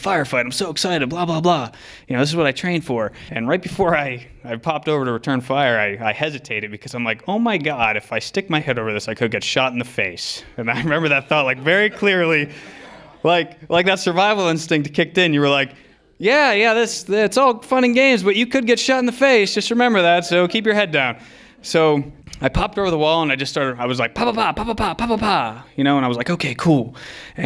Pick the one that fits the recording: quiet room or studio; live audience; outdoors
live audience